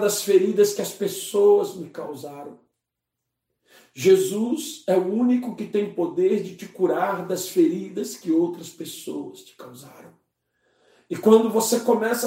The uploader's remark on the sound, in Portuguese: Culto de domingo (santa ceia) - 11/04/2021 - Live pelo Facebook e YouTube